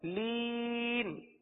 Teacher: حروف مدہ کے بعد جو نون پر زبر تھا اس کو ہم نے سکون میں تبدیل کر دیا وقف کی وجہ سے · Term: مد عارض